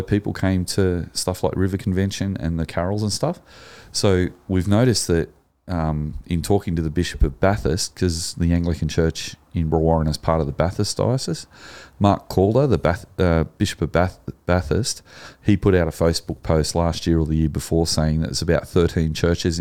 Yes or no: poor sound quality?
no